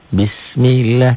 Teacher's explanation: Tipis bunyi A, bismillah, enggak bunyi O.